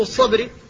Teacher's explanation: فالباء ساكنة بعد المستعلي المطلق فلا بد من الاحتفاظ على ترقيقها